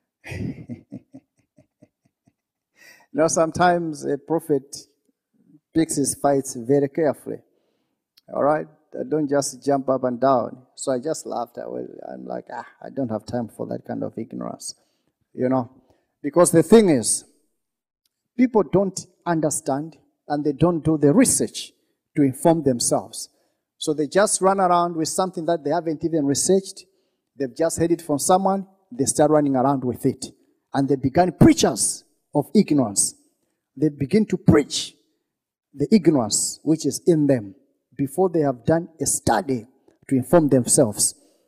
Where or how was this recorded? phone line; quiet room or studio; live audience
live audience